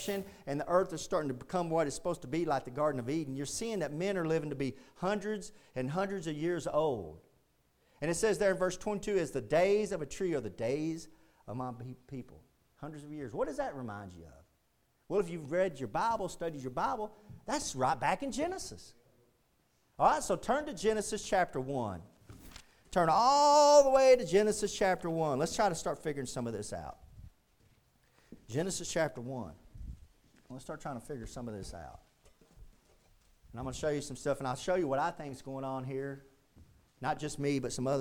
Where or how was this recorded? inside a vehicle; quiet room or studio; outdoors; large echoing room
large echoing room